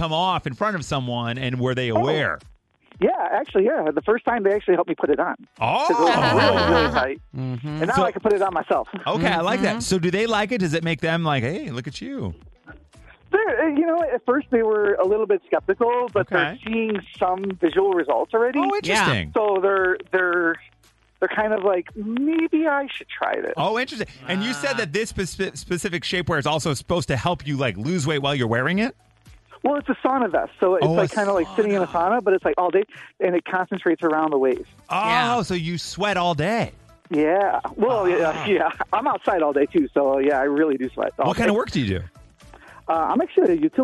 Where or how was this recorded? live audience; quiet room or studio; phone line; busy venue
phone line